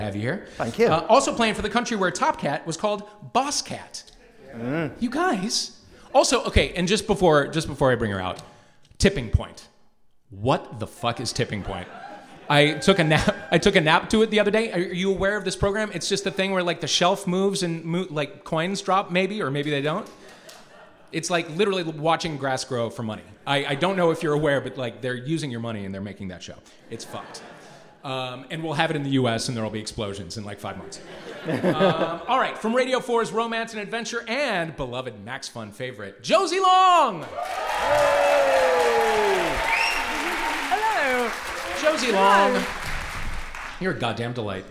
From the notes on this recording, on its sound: An episode recorded at Kings Place as part of the 2016 London Podcast Festival. Live at London Podcast Festival. An episode recorded at Kings Place as part of the 2016 London Podcast Festival.